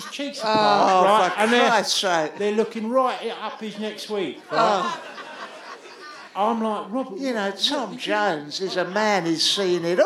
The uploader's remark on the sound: LIVE at the Underbelly, London, 7th June 2019